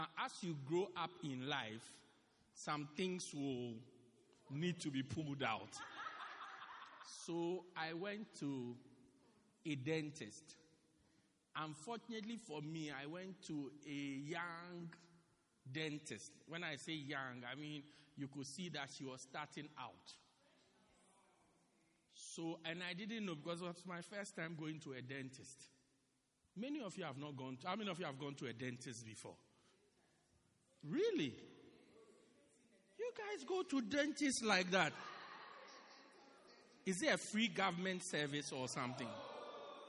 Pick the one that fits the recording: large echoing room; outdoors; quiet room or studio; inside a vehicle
large echoing room